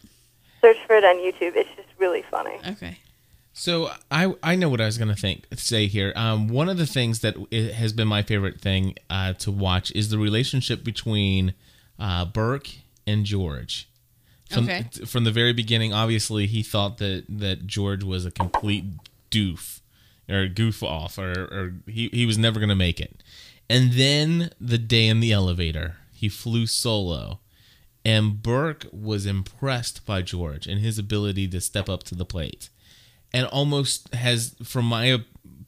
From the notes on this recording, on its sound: We are joined by several LIVE CALLERS who add to the conversation.